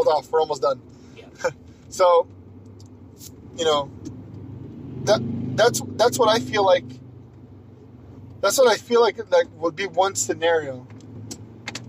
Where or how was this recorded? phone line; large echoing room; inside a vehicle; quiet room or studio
inside a vehicle